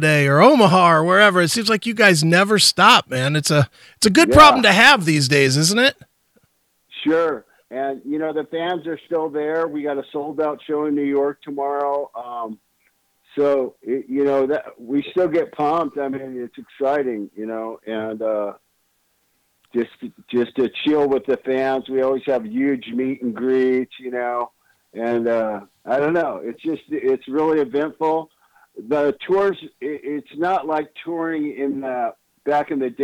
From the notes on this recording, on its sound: called